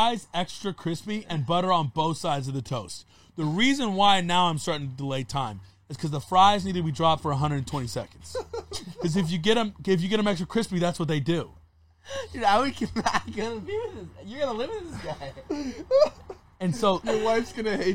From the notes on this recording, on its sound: in the truck